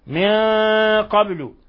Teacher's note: القاف من حروف خص ضغط انقض من حروف التفخيم، من قبل، وقلقلنا الباء لأنها ساكنة ولأنها من الحروف المقلقلة